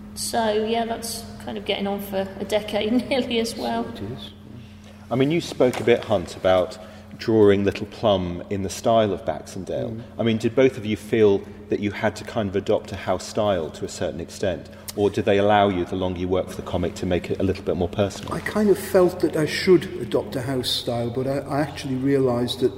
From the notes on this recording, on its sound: in an interview recorded at Caption comics festival, Coventry